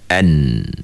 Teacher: Huruf nun makhrajnya berada di hujung lidah.